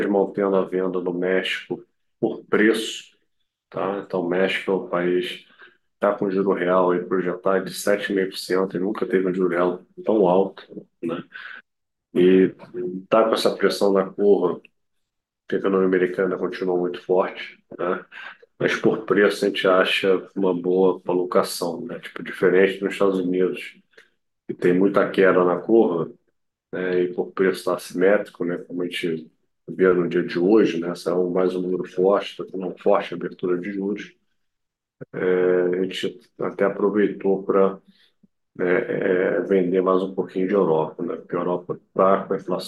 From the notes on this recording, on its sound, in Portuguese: realizamos a conferência pelo zoom com transmissão simultânea pelo YouTube